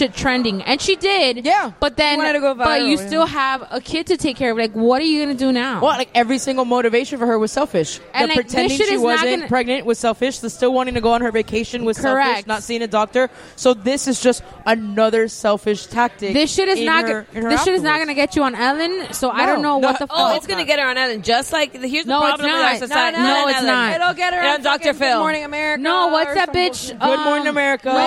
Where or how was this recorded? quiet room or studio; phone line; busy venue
busy venue